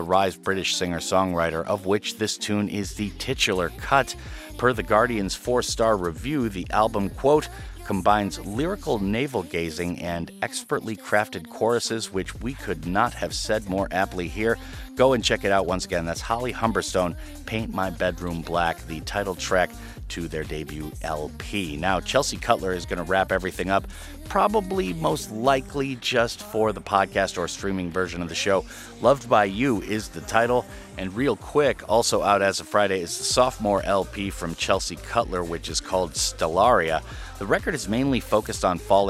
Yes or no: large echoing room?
no